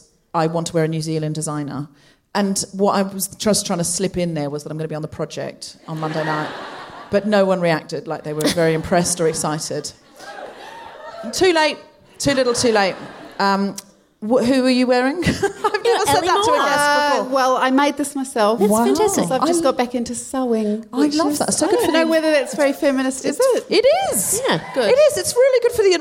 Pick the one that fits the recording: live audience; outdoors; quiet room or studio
live audience